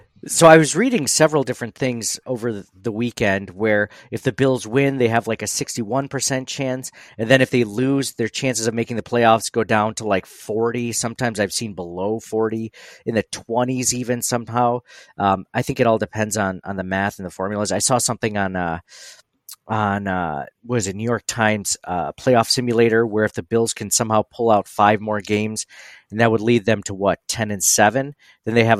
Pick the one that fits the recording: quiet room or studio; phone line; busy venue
quiet room or studio